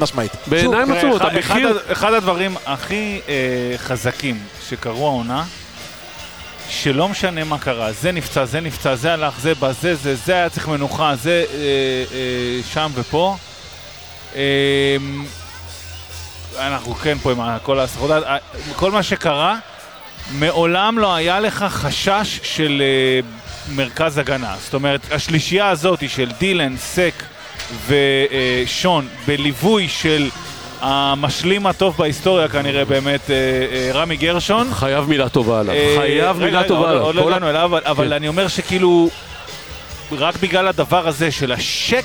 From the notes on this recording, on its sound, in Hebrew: פרק שהוקלט בחגיגות האליפות מס' 3, הרבה רעש, ים בלאגן